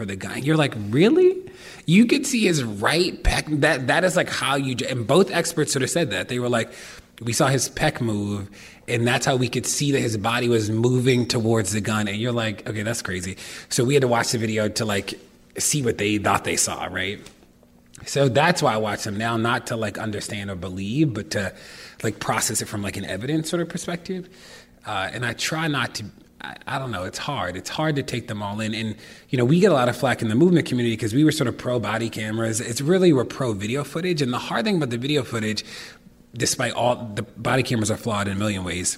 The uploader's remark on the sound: This was recorded live at NYCPodfest.